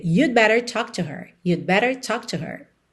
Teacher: Percebe que você nem ouve o D